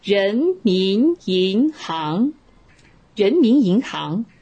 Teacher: 这四个字都是二声，都向上